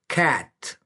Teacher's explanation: Un sonido entre la A i la e